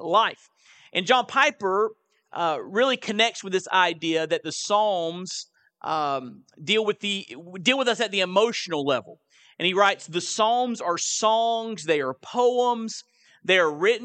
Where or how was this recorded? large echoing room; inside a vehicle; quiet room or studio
large echoing room